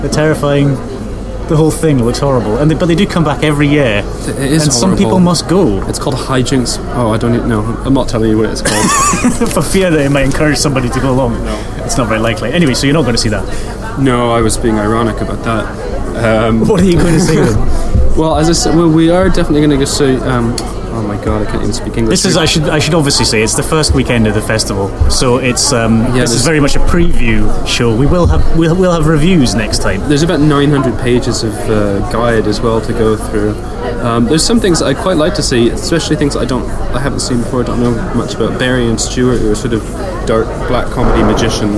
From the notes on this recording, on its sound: Instead, we were sheltering from the rain in the bar of the echoey Pleasance Dome.